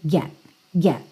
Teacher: eu chego a botar a língua no T, mas eu não chego a soltar esse T mesmo